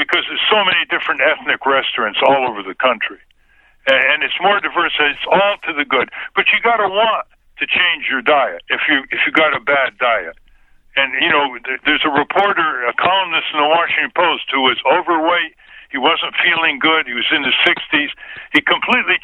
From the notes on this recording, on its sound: called into the show on June 10, 2020